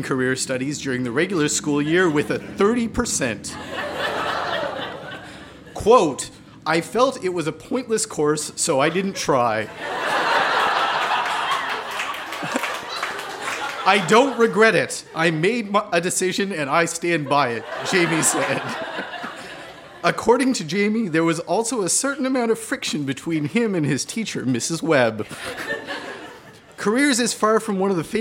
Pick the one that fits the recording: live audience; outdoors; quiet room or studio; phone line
live audience